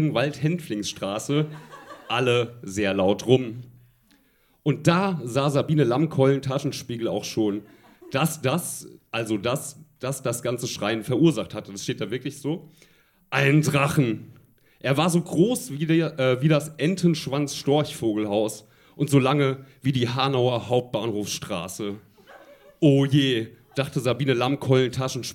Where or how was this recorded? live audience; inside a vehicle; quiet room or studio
live audience